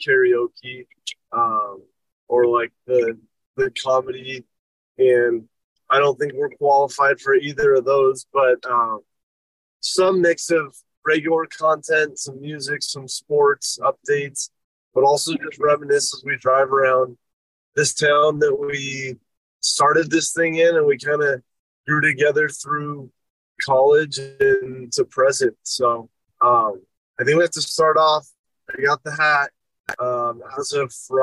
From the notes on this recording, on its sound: The boys take you behind the wheel for episode 147 as they take a driving tour around Boise, Idaho.